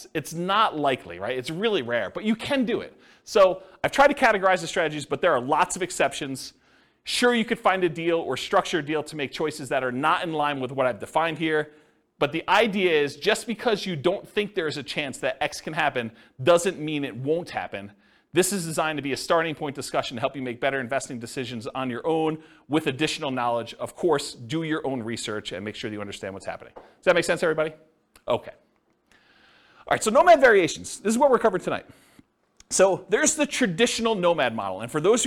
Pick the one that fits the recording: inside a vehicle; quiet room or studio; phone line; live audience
live audience